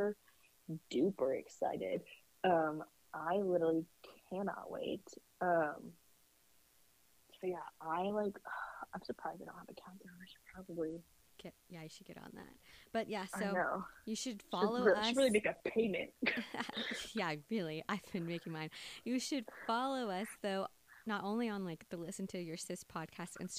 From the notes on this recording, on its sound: We tried a new method of recording remotely. It is still not perfect.